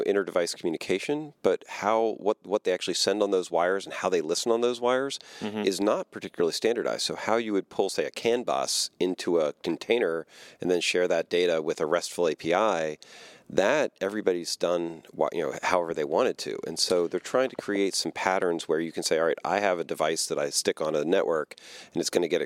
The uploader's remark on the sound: recorded at Kubecon 2019